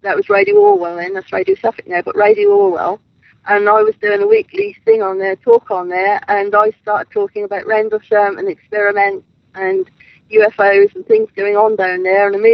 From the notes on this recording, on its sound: live from Rendlesham forest